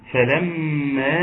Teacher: فلما الميم مشددة تبقى مقدار حركتين، فلما هنا ده مد أربع حركات لأن هو مد منفصل ناخد بالنا منه.